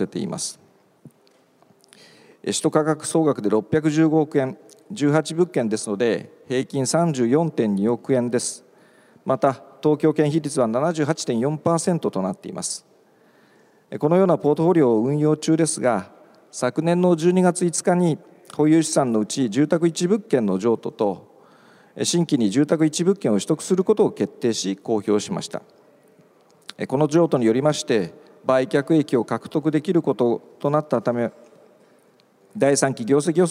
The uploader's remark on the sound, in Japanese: 1月28日に東京証券取引所で開催した「J-REITファン2017」に登壇した「スターアジア不動産投資法人」のIRセミナー。